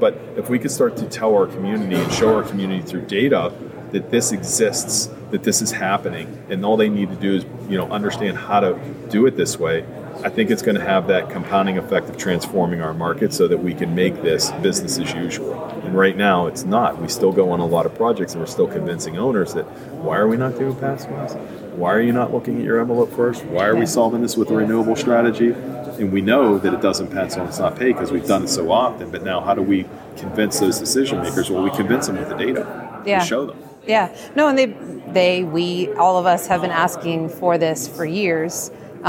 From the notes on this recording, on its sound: recorded at the Passive House Network Conference